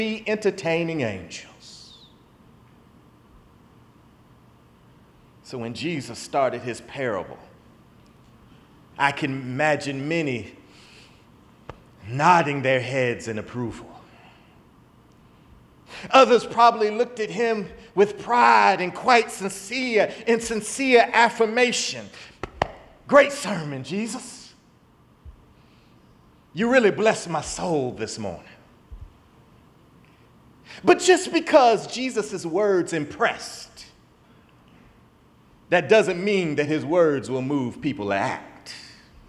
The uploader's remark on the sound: in the Memorial Church service at the Knafel Center